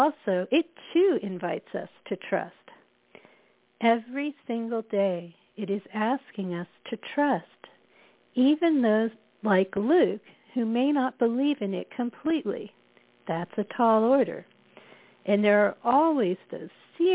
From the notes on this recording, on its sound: spontanously joins by phone for quite a wide ranging exploration.